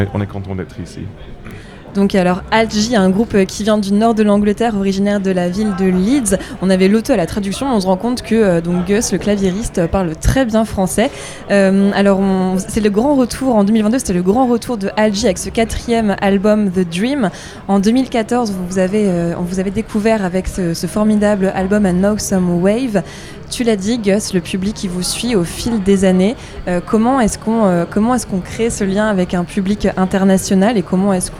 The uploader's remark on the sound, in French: en direct de l’espace presse du Festival Beauregard 2023 à Hérouville-Saint-Clair (14)